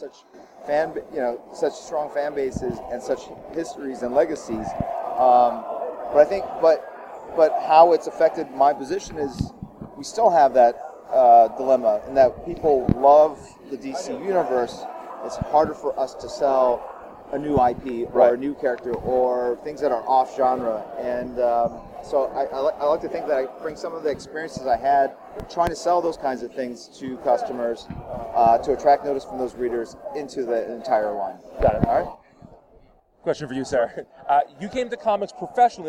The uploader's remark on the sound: NYCC 2016 Special. Live from New York Comic Con 2016!